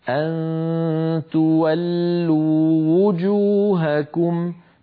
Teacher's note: تولوا آخرها واو مدية وجوهكم أولها واو مضمومة فالتقى في النطق واوان علينا أن نبينهما · فالتقى في النطق واوان علينا أن نبينهما هكذا أن تولوا وجوهكم ببيان الضمة لواو وجوهكم